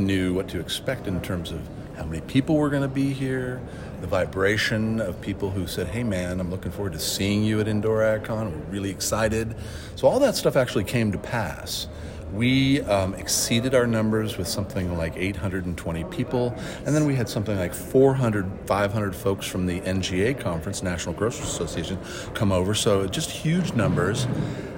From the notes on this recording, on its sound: Last week we attended Indoor Ag Con in Las Vegas, with more than 800 people in attendance. We got the chance to catch up with a few of them on the expo floor.